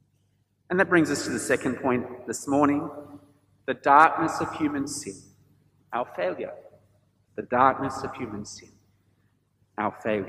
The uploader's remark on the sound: This sermon was preached at St George's Church, Penang on 10th April 2022.